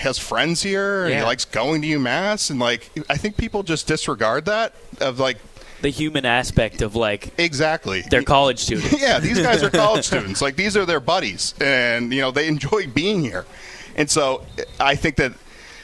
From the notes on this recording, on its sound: live pre-game show from the tailgate before the Merrimack game